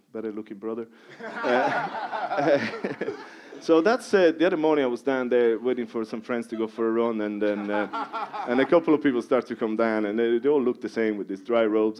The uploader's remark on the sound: This part one of a live podcast recorded in the (Whale Theatre) in January 2020.